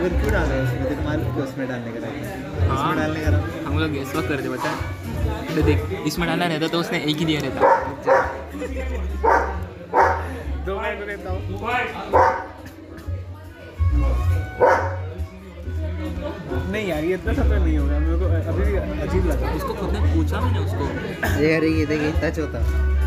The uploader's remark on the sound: we recorded our audio into a coffee shop